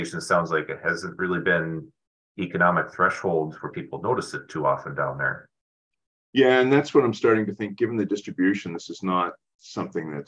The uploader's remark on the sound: The weekly Wednesday program will feature a live webinar with interactive discussion with attendees, addressing in-season cropping issues as they arise.